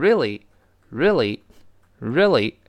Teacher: 读快了之后呢，那个 re 那个 a 就几乎听不到了